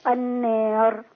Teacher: النار هنا في الوصل الراء مرققة لكن في الوقف مفخمة